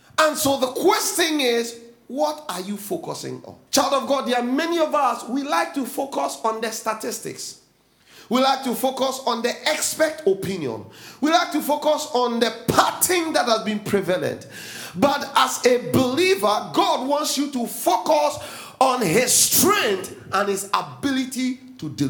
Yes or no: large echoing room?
yes